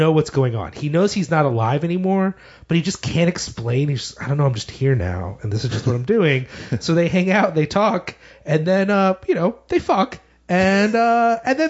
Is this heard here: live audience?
no